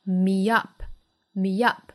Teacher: me 和 up 之间又是元音的连读，同样借小的 y 来连贯